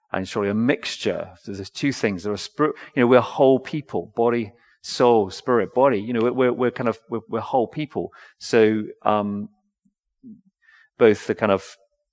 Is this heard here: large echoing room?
yes